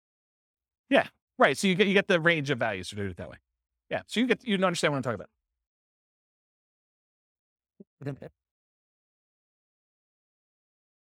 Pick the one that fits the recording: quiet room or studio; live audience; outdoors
live audience